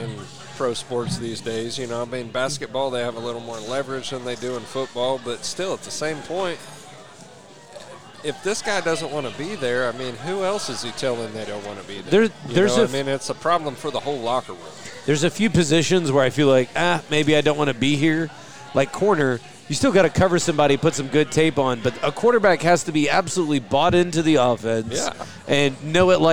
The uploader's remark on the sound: Live from Brents